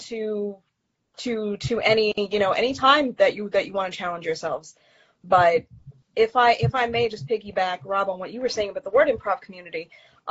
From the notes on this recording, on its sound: part of a series of Instagram Live interviews